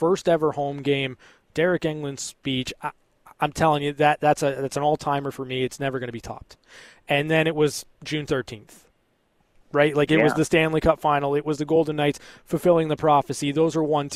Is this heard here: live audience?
no